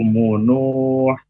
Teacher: Nu panjang dua harokat mad tabi'i atau mad asli